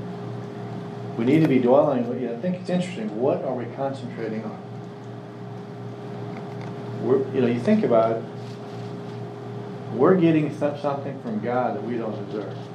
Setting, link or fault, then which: setting, live audience